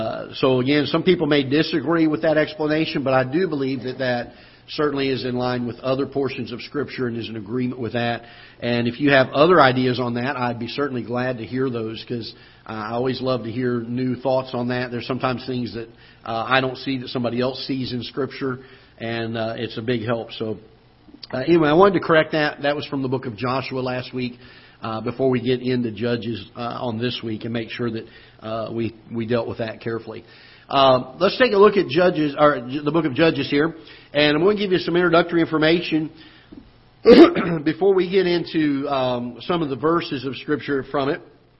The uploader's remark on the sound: Ketha Heights Baptist Church ~ Live Broadcast